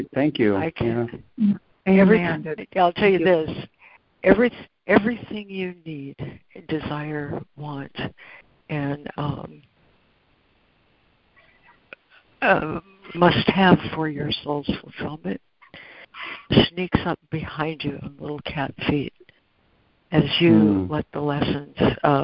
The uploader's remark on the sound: ACIM Daily Conference Call.